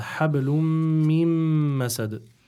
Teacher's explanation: you'll go straight away from the ميم المشددة to the following ميم المشددة without pronouncing the نون in between, because again there's another إضغام بغنه. · Term: إضغام بغنة